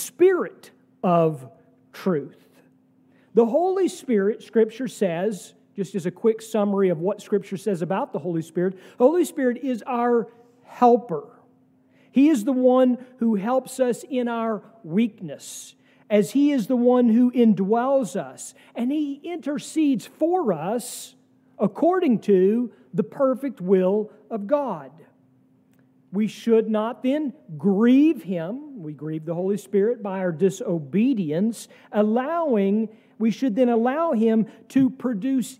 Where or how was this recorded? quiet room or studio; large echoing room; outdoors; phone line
large echoing room